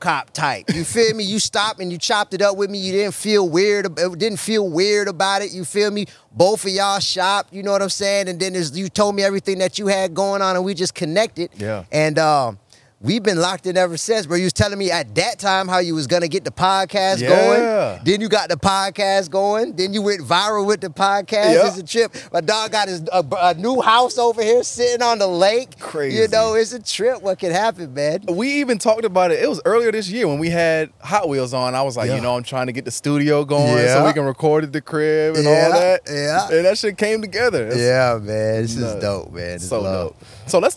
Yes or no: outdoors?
yes